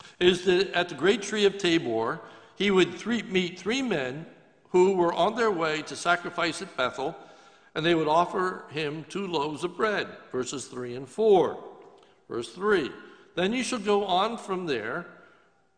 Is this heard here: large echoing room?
yes